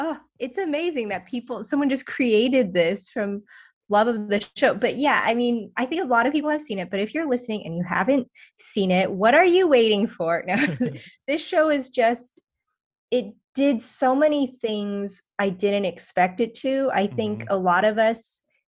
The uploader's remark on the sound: Drops into the Damn Library Hyperspace Zoom Zone.